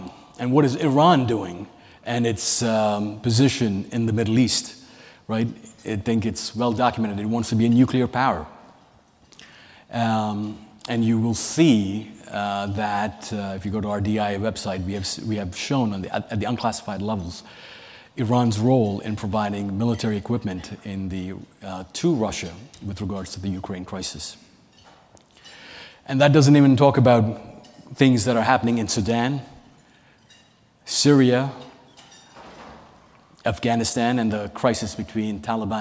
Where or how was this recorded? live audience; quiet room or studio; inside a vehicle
live audience